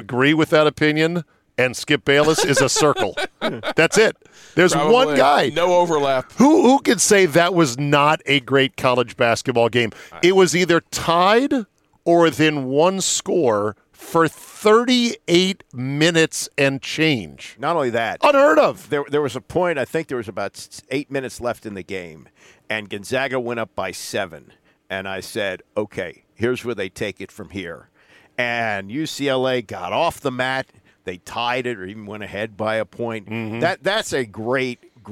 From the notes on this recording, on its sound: join me in the van to discuss